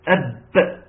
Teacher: ولا عمل اللسان فيها، لا لسان ولا حلق ولا اي حاجه، هي الشفتين يطبقوا على بعض وقول اب فتطلع قويه · Term: الباء